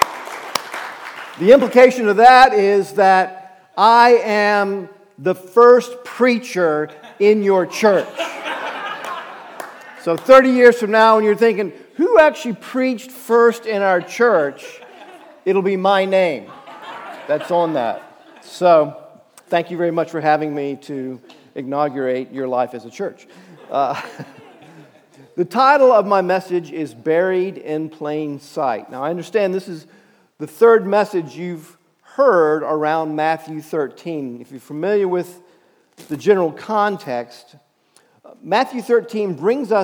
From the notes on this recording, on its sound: Message Preached at Valley Creek Church